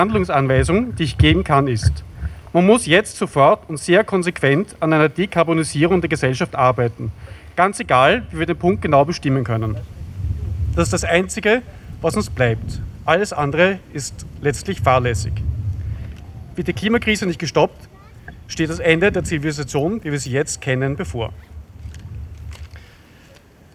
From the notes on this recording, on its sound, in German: Gehzeug-Demo. Ungeschnittene, unbearbeitete Aufnahme der Reden auf der Demonstration für eine Verkehrswende. Juni 2021 in Wien.